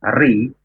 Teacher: Dan ketika ro berharokat kasroh, ri, berarti dibaca tarfik atau tipis.